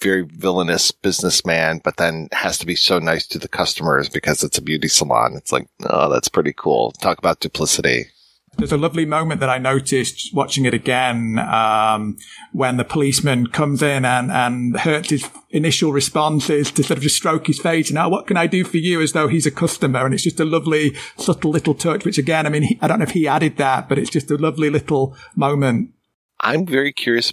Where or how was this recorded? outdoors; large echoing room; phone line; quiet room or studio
quiet room or studio